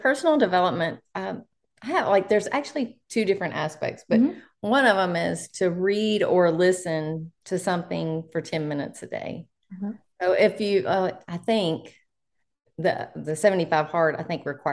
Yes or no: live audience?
no